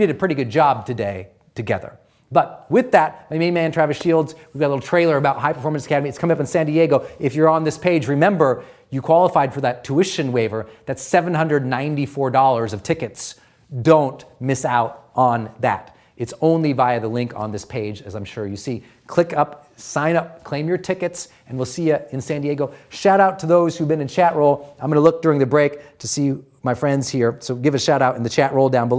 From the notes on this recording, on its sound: This is a partial recording of my LIVE 2017 strategy seminar. Every New Year's Day, I teach a live 4-hour training on high performance to our monthly subscribers.